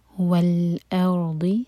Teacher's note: حمزہ light, را ساکن heavy اور پھر ضاد ہیوی